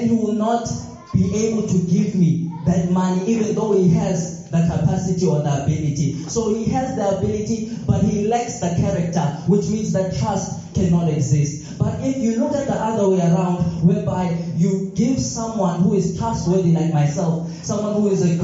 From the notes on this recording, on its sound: This sermon was recorded live from Montclair SDA church.